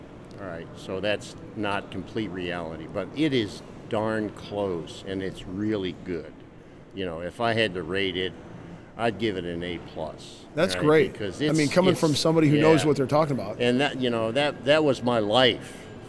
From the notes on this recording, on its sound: LIVE from CPE 2022!